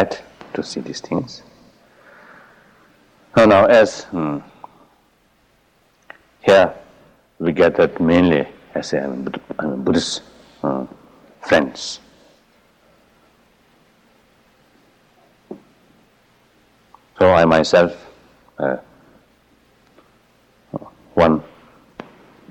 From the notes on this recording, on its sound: In this 1979 talk at Insight Meditation Society